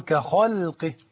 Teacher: قل هل يستوي الأعمى والبصير أم هل تستوي الظلمات والنور أم جعلوا لله شركاء خلقوا كخلقه كخل اللام دي ترقق نعم لأن اللام كخلق وقعت بين مفخمين نعم فهي حرف مستفل منخفض مرقق